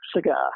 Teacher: Now, the first syllable is going to be reduced.